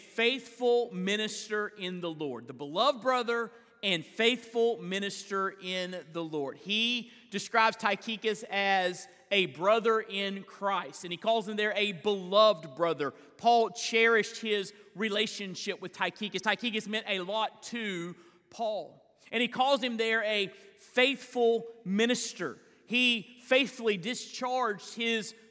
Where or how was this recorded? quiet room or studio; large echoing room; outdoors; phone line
large echoing room